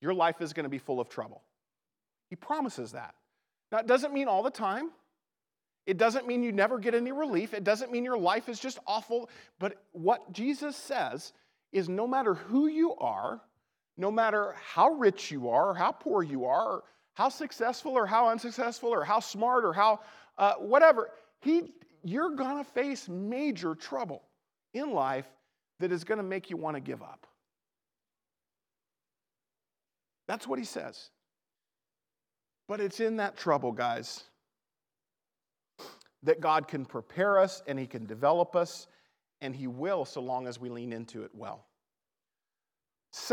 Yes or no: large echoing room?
yes